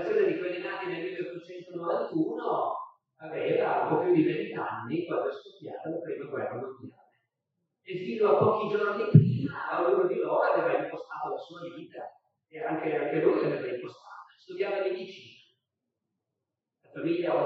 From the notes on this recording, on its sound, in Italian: Audio in loco. Evento organizzato dal Festival della Mente a Sarzana. Audio registrato in loco - consigliato l'ascolto con cuffie/auricolari.